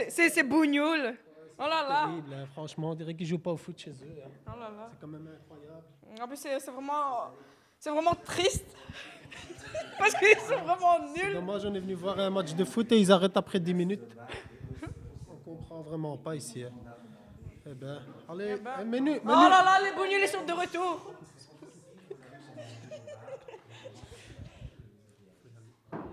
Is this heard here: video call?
no